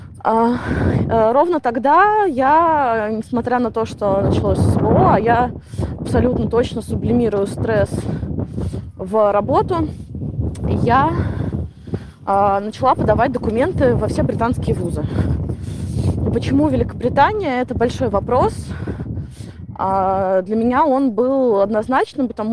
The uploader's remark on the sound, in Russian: плохой звук, потому что я хожу по Гайд-парку.